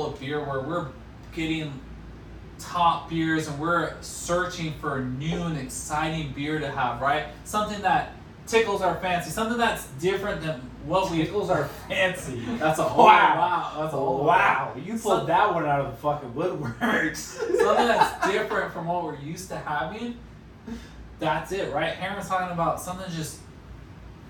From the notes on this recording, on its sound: We apologize for the audio on this episode, we had a technical issue where the microphone audio was corrupted and had to use the phone audio.